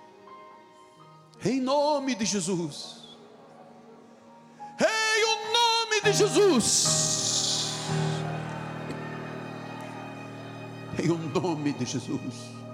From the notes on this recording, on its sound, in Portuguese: Culto gravado na Igreja Evangélica Cristo Vive.